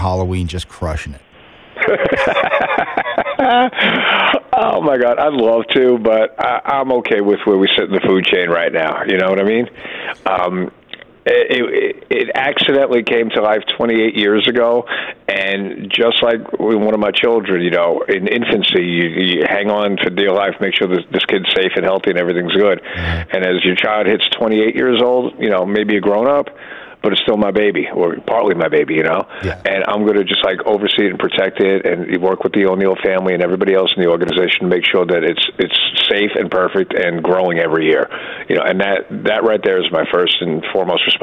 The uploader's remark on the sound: phones